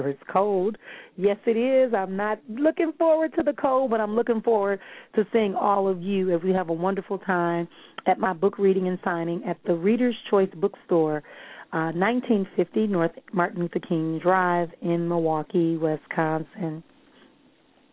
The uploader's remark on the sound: callers may call in with questions